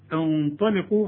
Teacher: هنفخم الغنة علشان الطاء، لكن اللام هنا ترقاها